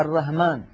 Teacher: كثير من الإخوة العجم ليس عندهم حرف الحاء، بعضهم يبدله هاء فيقول مثلا الرهمان، وبعضهم يبدله خاء فيقول الرحمن مثلا.